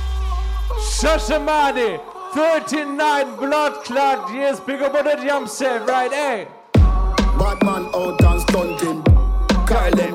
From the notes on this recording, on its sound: this is the Audio of the Dance